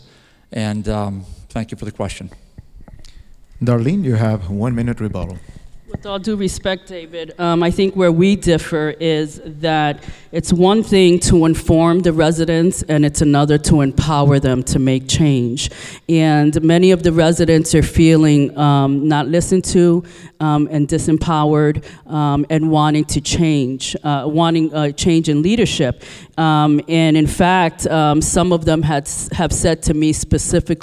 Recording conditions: busy venue